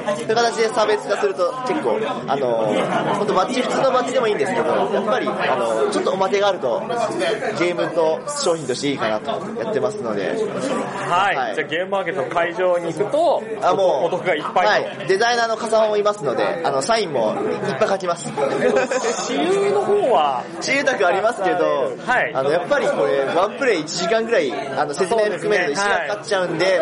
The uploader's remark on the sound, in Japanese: 本収録はイエローサブマリン秋葉原RPGショップで開催された『第22回 アナログゲーム体験会』において行いました。音量注意！ 環境音が大きいのでご注意ください。本収録はイエローサブマリン秋葉原RPGショップで開催された『第22回 アナログゲーム体験会』において行いました。